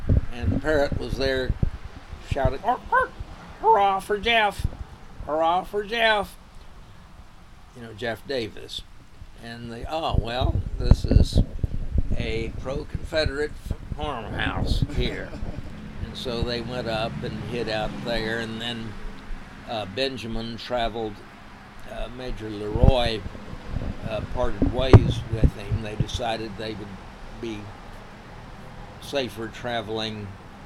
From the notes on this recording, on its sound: The conversation takes place outside, so you'll hear the occasional car drive by, or the wind blow from time to time.